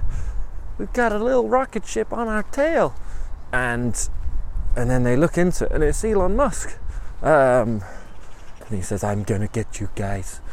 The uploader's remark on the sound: Every week for a year, I am going to head out on a walk, and I'll record the nonsense from that walk. The whole walk, the ambience, the thinking, the overthinking, the distractions, the tangents, the burps, will all be in there.